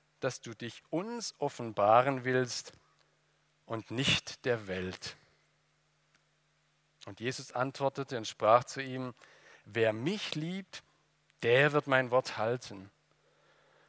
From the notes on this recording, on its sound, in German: aus dem Gottesdienst der Liebenzeller Mission